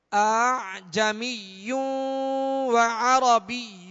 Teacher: پہلے حمزہ کو ہم سختی سے اور دوسرے حمزہ کو نرمی کے ساتھ پڑھیں گے · Term: تسہیل